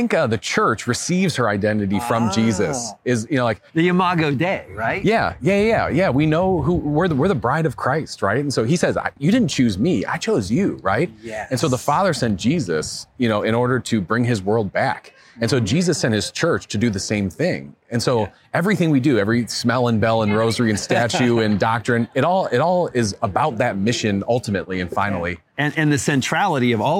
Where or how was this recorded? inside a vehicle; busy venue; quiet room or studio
busy venue